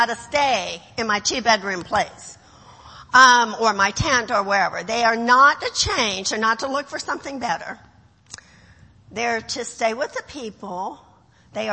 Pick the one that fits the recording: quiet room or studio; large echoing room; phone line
large echoing room